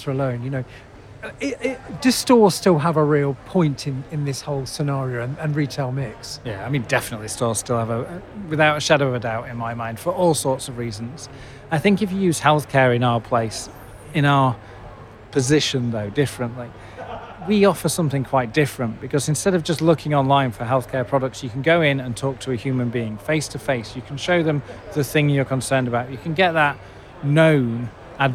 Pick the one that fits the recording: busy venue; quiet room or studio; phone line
busy venue